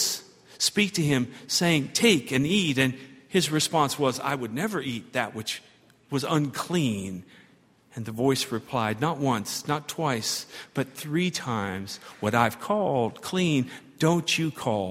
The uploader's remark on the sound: at Highland Baptist Church